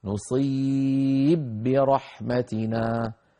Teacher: الإشمام ممتنع لأن الباء من الشفتين والإشمام يكون بالشفتين · Term: من غير إشمام